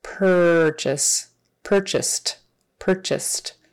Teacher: So the past tense has a T sound on the end, even though it's spelled with an ED.